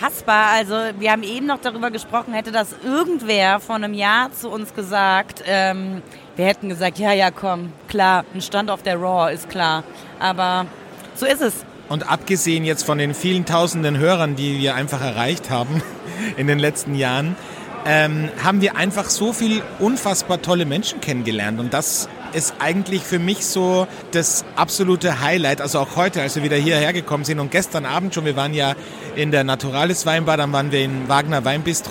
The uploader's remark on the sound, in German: nehmen das erste Mal Live von der größten internationalen Naturweinmesse in Berlin auf